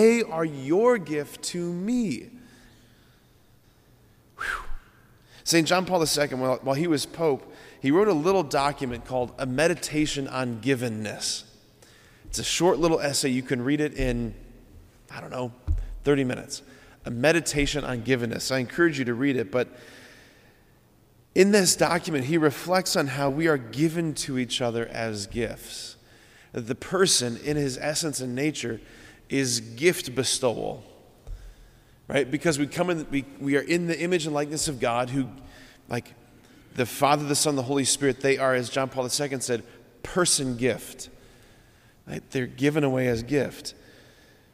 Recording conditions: large echoing room